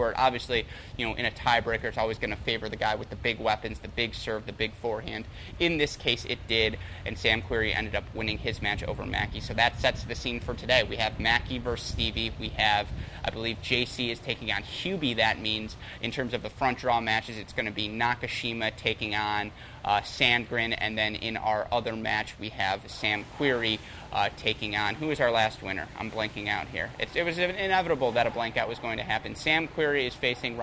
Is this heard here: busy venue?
yes